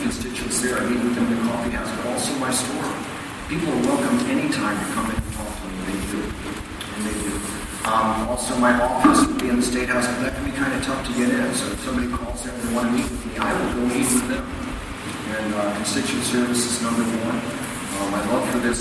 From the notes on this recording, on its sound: At the end, we tacked on some horrible audio from the LWV Candidate Forum last night for State Senate District 30. Audio quality is poor--you have been warned!